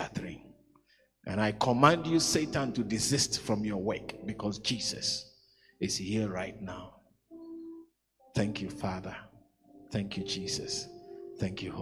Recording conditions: large echoing room